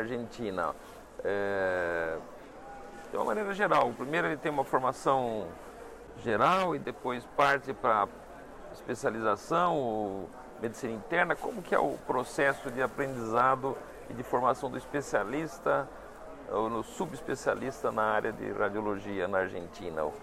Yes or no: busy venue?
yes